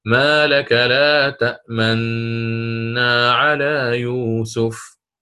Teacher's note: طيب قال ستأتي بالإشمام فلن تنطق بالأولى، فقط تشير إشارة بالضم حتى تبين أصلها، فتقول ما لك لا تأمن على يوسف. أنا أضممت الشفتين قبل أن آتي بالنون المشددة.